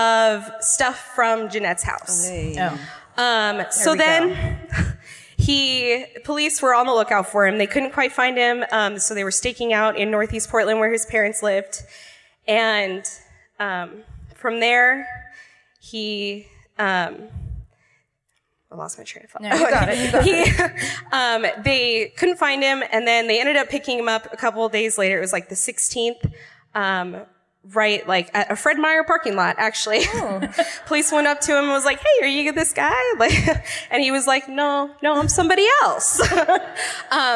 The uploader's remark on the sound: Live at the Arlene Schnitzer Concert Hall in Portland (2018).